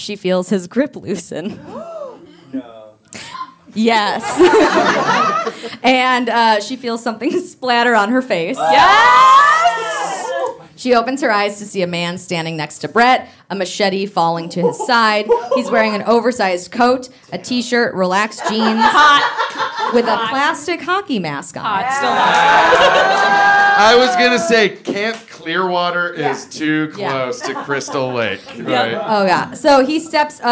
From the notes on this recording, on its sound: It was Halloween so what were we gonna do, NOT have a live show?! Recorded in front of a live audience at Otherworld Theater in Chicago.